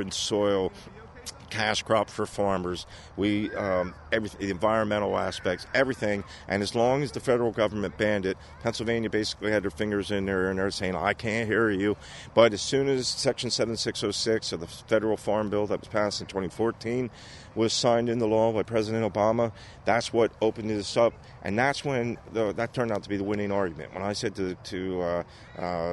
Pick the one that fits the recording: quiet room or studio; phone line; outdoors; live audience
outdoors